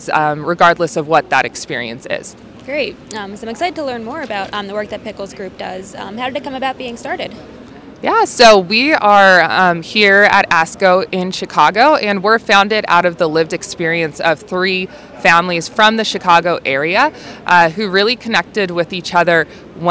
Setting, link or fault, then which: setting, busy venue